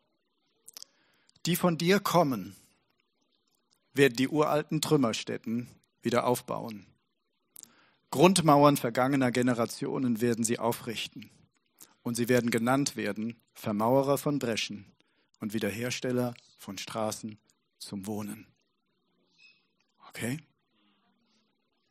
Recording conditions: large echoing room